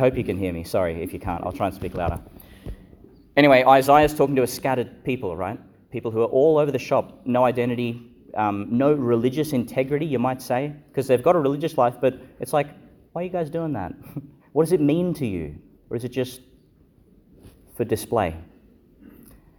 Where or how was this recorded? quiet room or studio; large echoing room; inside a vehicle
large echoing room